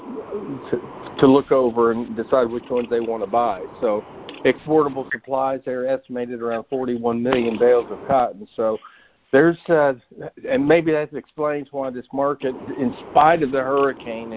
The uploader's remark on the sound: Monthly Conference Call